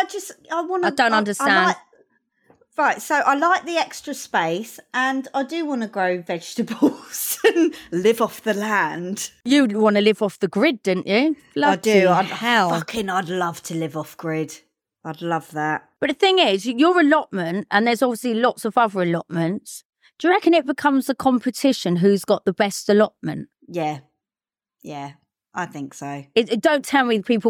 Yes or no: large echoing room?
no